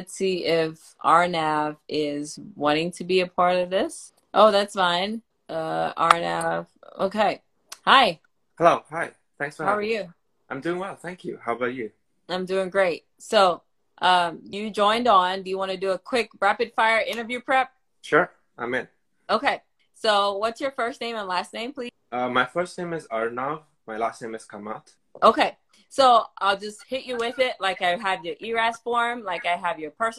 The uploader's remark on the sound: Includes some rapid fire mock interview sessions with feedback, featuring IMGs from all over the world.